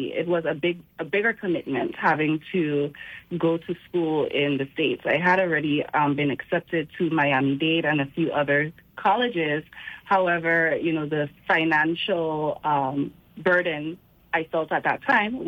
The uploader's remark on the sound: speaks on the phone